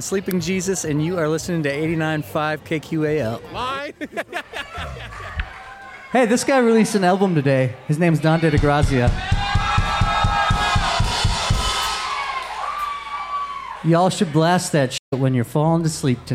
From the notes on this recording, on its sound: Tonight on the Live Feed, we go Mid West Music Fest 2023 with one of our favorite local bands from the cities. KQAL has you covered as we were there to record them. LIVE from Mid West Music Fest 2023.